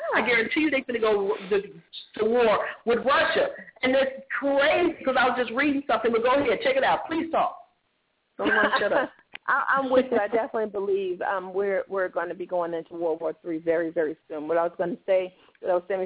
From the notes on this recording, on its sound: opens up the phone lines